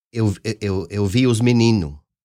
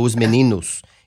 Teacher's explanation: I've noticed that a lot of times the plural markers are dropped · Shown in: first take · Term: apocope